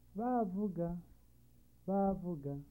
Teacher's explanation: a double high tone which is used to give emphasis on words